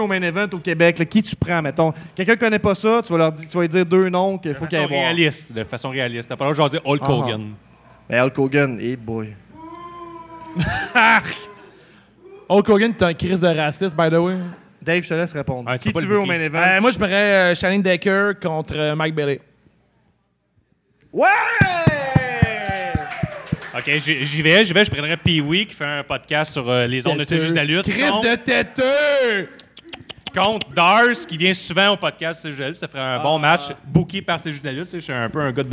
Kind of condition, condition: setting, live audience